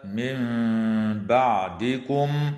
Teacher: وتقلب النون الساكنة ميما مع مراعاة الغنة والإخفاء